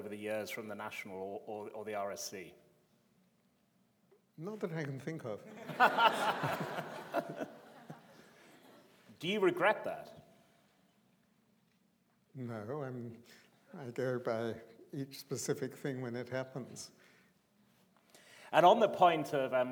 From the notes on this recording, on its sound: This is a recording of a live Platform event from April 2013.